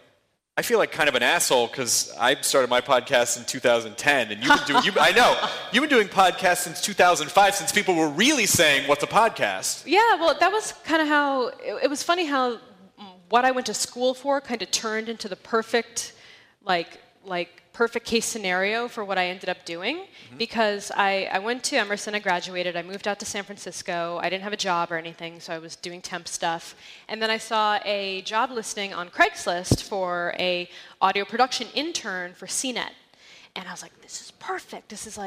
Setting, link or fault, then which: setting, live audience